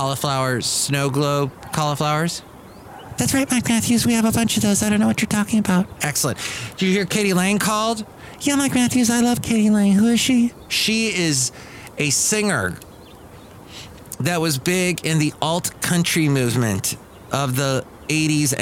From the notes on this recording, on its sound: podcasts live from Cafe Anyway